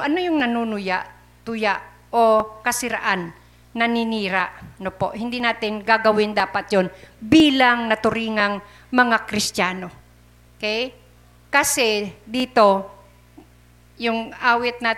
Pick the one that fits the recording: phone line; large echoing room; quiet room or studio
large echoing room